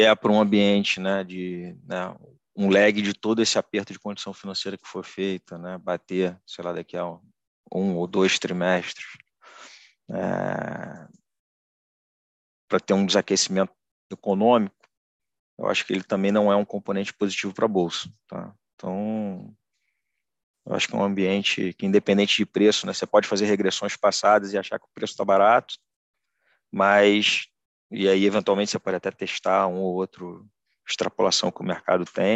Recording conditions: video call